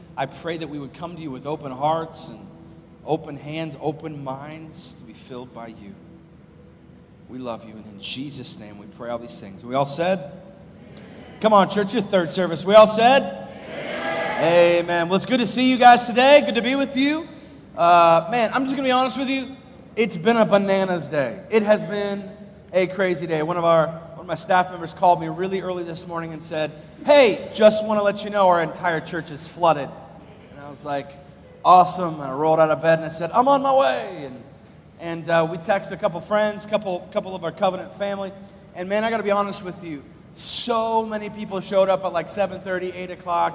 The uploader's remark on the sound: live from Covenant Church